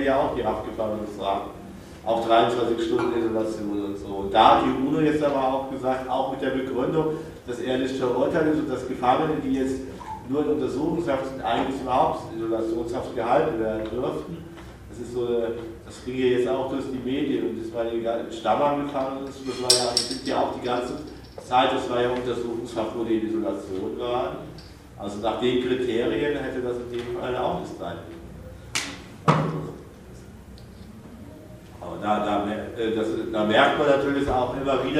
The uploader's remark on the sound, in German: Mitschnitt einer Veranstaltung